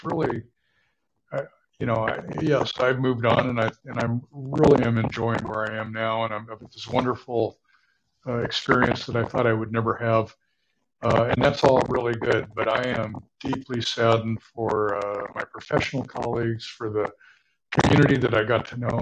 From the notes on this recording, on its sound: This episode had some challenging connectivity. Thank you for your grace with the audio quality.